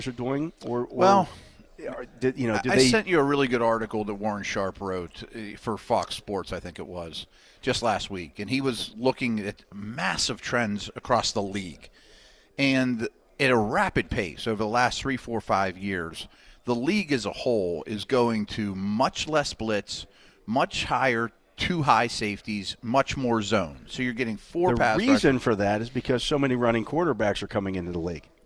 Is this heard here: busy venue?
yes